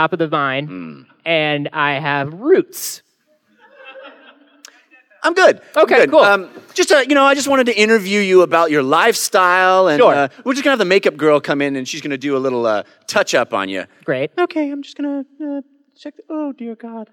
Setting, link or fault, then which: setting, busy venue